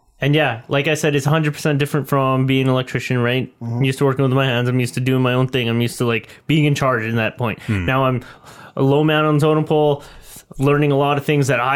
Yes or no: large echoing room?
no